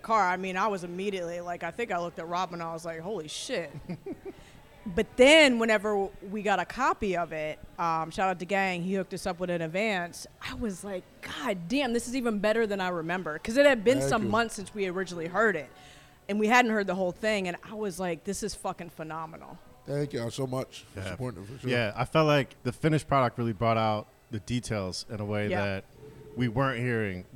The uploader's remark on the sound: in-person at Triple Bottom Brewing Company